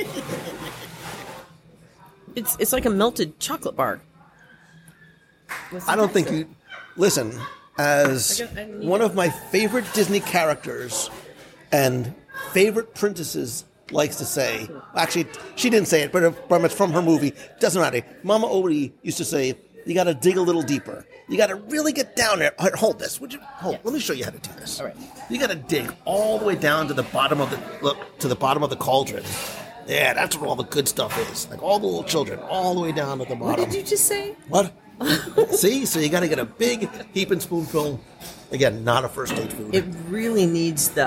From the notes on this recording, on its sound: Territory Lounge at Disney's Wilderness Lodge Live Review. Come with me this week to one of Walt Disney World’s delicious hidden gems - Territory Lounge at Disney’s Wilderness Lodge for a live review of a lounge menu.